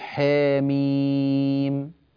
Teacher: لا تقل حاميم. أيوة هكذا، ومد الميم زيادة 6 حركات